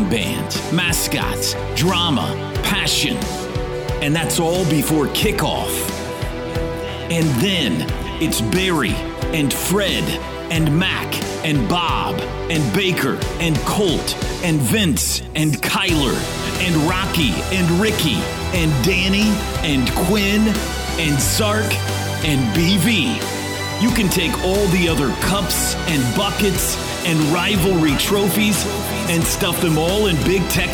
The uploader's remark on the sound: live from the Omni in downtown Dallas at the OU Alumni Association's Boomer Bash